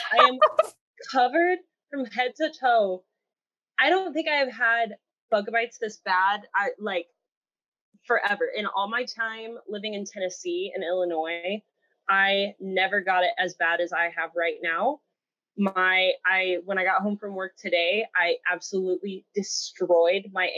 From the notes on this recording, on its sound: Our audio quality is now worse.